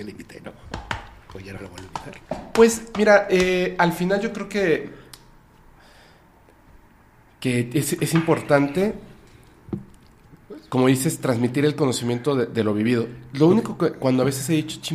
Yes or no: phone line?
no